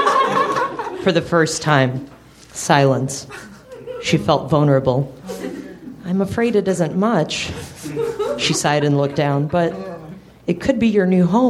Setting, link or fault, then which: setting, live audience